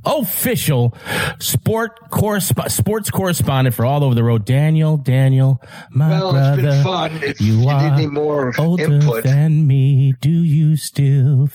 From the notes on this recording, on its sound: Three telephone interviews.